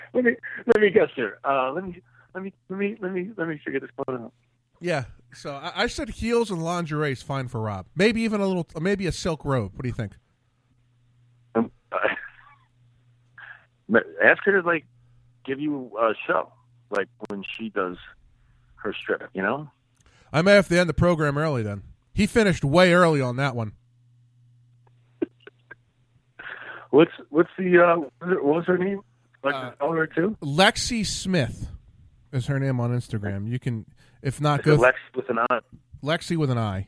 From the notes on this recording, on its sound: He had some down time while he was in port to call in from California.